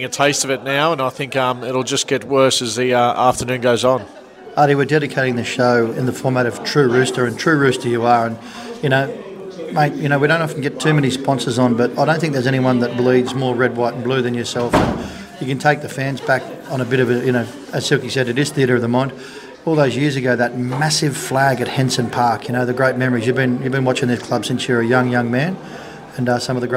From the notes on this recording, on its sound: Live from Mt Smart stadium. Recording live from across the ditch.